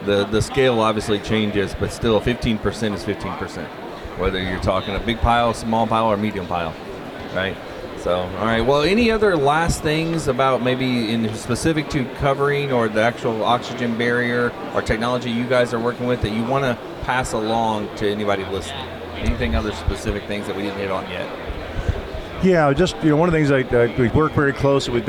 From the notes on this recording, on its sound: LIVE From WDE! Recorded live from the tradeshow floor at World Dairy Expo!